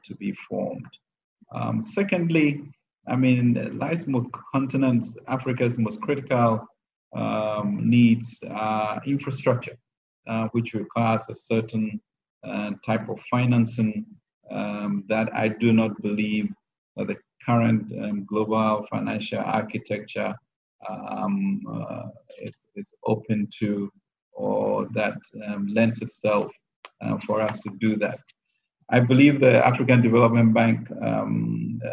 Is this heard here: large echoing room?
no